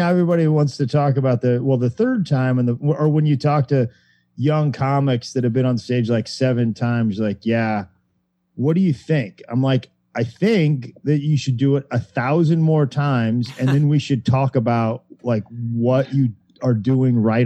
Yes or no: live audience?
no